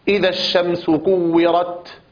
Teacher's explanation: إذن التاء تخرج من مخرج الطاء والدال، إلا أن هذا الحرف هو أضعف هذه الحروف الثلاثة، وذلك بسبب صفة الهمس فيه، وكذلك الاستفال والانفتاح. فالتاء مهموسة شديدة مستفلة منفتحة، فصفاتها تعد صفات ضعيفة، إلا أن فيها صفة واحدة قوية، ألا وهي صفة الشدة، انحباس الصوت في مخرجها.